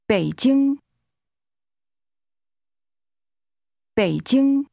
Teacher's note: Beijing is pronounced with a falling, rising tone, followed by a high-level tone.